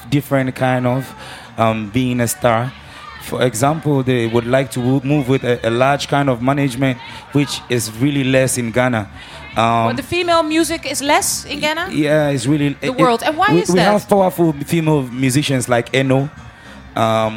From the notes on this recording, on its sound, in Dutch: voor een live audience